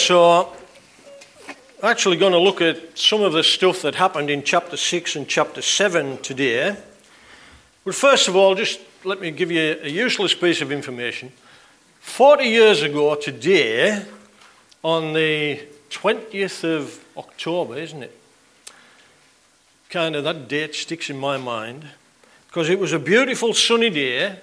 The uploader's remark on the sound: on 20th October 2019 at King's Church, Cockermouth.